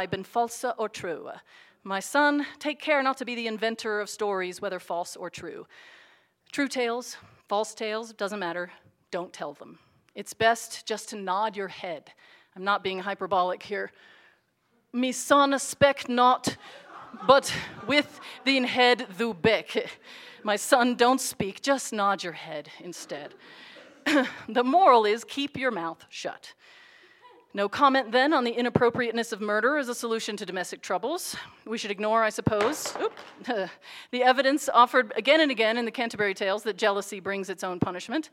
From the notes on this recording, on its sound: Audio recording of a lecture. As part of the Dean's Lecture and Concert Series.